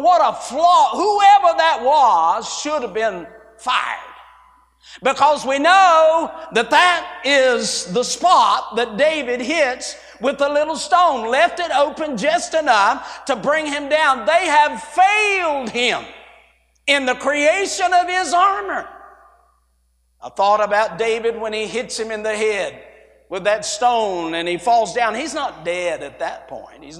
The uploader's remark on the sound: A sermon preached Wednesday Morning during our Spring Jubilee, on March 29, 2023.